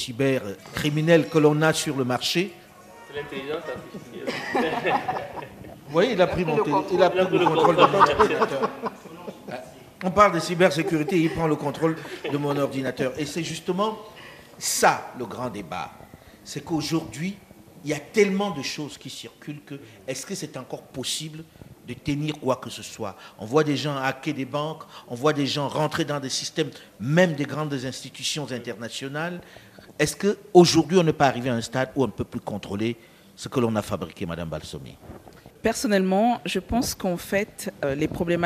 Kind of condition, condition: setting, busy venue